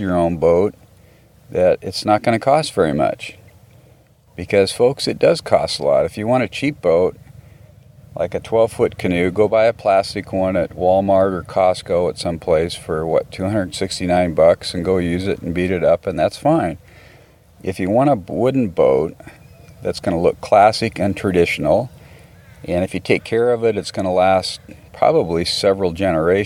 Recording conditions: busy venue